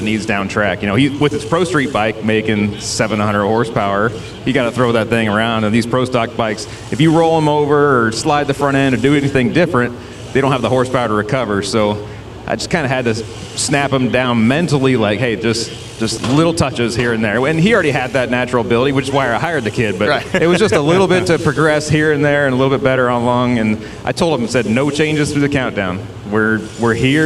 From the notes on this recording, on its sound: NHRA Insider LIVE. LIVE from Worldwide Technology Raceway in Madison, Illinois.